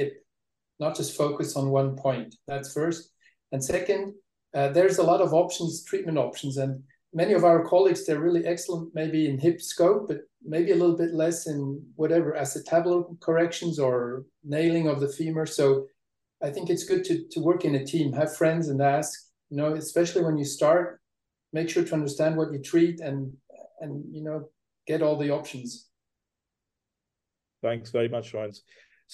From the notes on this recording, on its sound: This is the Audio Replay of the recent ISAKOS Webinar